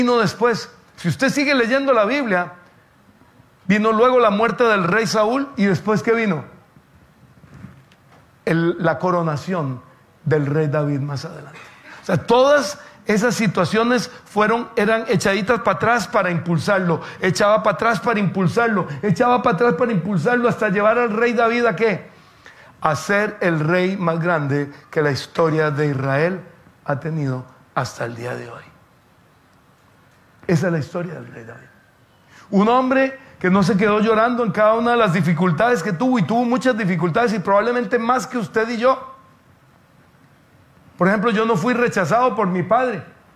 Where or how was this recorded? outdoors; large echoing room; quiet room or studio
large echoing room